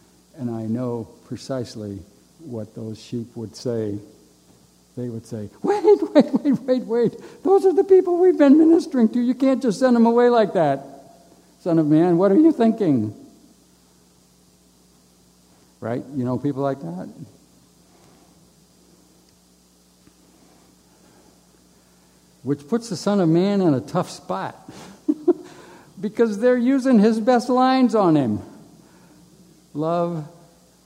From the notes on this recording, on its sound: A live recording of Camp Arcadia's Dean & Lecturer's Program. This podcast was recorded live in the Assembly building during Camp Arcadia's Family Week 9.